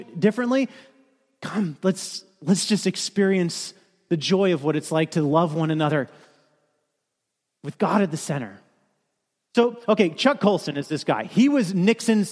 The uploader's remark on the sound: Kick Off message delivered during the Contemporary Worship service.